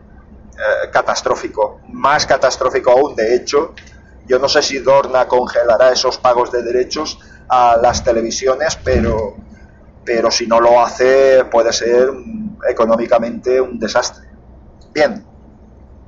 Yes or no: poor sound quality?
yes